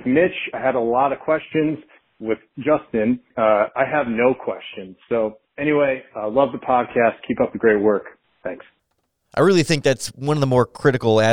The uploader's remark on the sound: called in and left voicemails for the podcast!